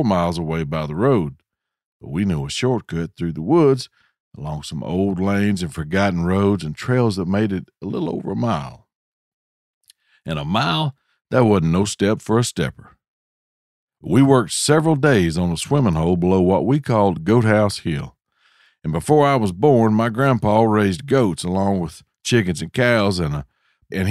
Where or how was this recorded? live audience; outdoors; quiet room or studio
quiet room or studio